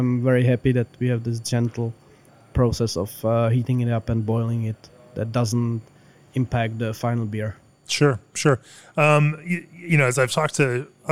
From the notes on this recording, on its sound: recorded at the brewery